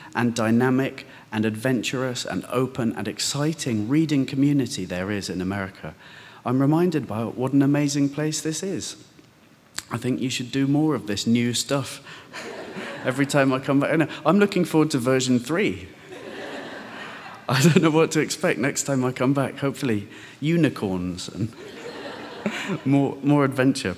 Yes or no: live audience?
yes